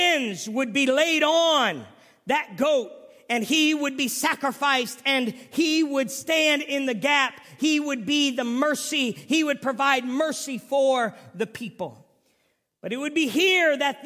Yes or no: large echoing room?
yes